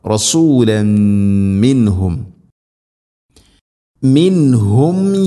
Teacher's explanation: തൻവീനിനെ മീമിലേക്ക് കൂട്ടിലേപ്പിച്ചു മണിച്ചുകൊണ്ട് ഉച്ചരിക്കണം